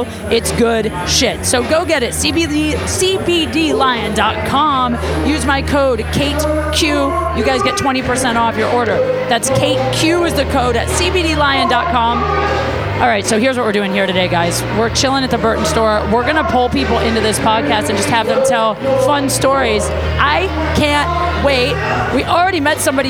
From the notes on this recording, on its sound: Live at Burton. Live on location at the Burton Snowboard's flagship store in Santa Monica, CA.